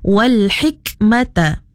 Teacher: apabila kaf sukun ataupun kaf mati, kita kena bunyikan sedikit apa tu, nafas ataupun angin